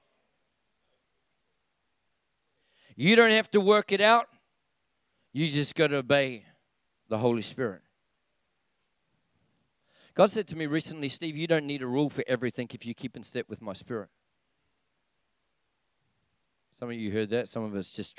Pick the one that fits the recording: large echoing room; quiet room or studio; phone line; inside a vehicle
large echoing room